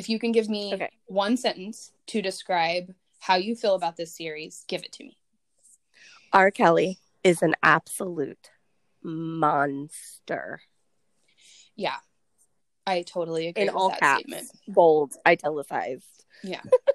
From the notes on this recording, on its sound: There are some more glitches with audio because we are learning.